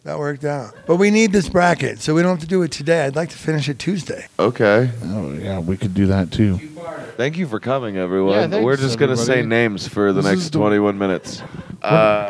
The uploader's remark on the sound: The Geeks were at the Chief Comedy Festival, located in Trinidad, Colorado.